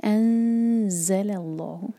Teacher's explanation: زا پر buzzing sound اور انزل لام کو جب آگے جوڑیں گے تو لام کو ہیوی نہ ہونے دیں انزل اللہ اللہ تعالیٰ کے نام میں جو لام جلالہ ہے وہ ہیوی ہوگا.